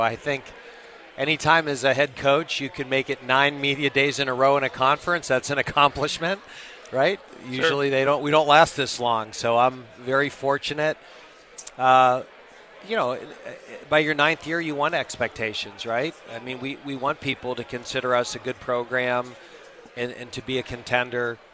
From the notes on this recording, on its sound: Live from ACC Kickoff in Charlotte